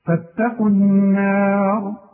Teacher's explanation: الراء هي المفخمة، لكن النون والألف بتاعتها المجاورة ليها مرققة